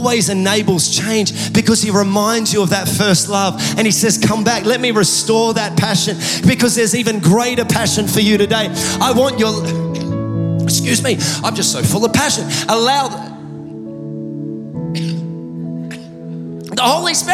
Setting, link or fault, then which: setting, large echoing room